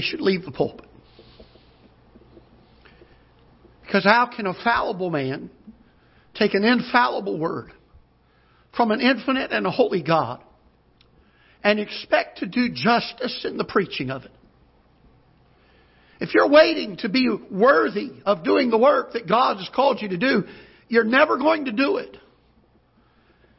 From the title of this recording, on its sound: Ketha Heights Baptist Church ~ Live Broadcast